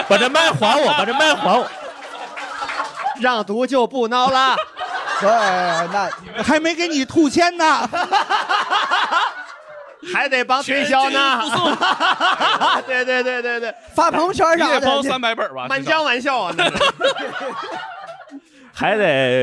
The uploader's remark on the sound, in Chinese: 以及现场各行各业的听众。线下演出。